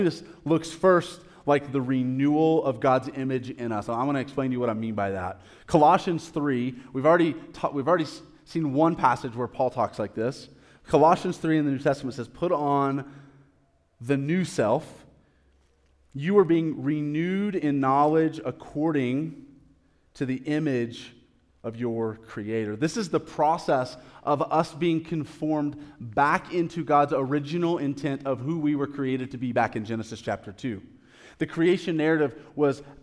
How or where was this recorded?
large echoing room